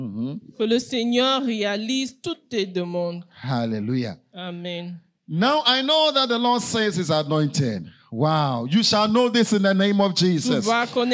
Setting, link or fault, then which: setting, large echoing room